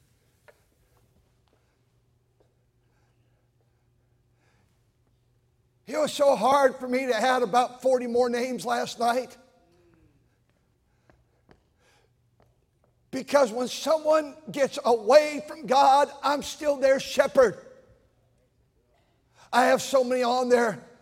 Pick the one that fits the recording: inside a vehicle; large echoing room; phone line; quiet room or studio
large echoing room